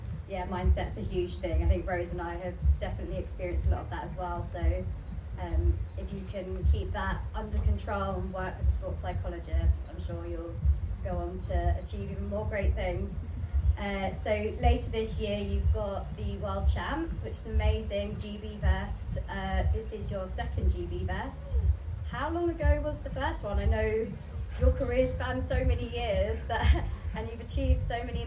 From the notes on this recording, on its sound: Live from Love Trails Festival. This episode is a live recording from the festival, where it was a little windy as we were on the Welsh coast!